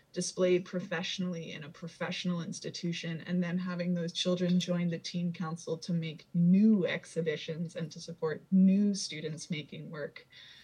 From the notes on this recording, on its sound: I conducted the interview via Zoom, so please forgive the occasional artifact or mouse click - I’m still trying to figure out some of this technology stuff.